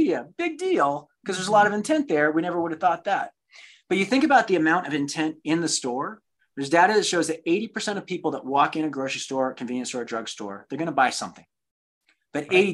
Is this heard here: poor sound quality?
no